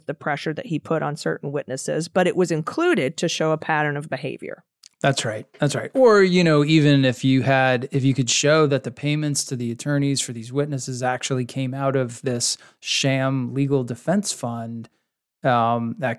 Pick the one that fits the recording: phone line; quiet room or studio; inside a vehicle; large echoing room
quiet room or studio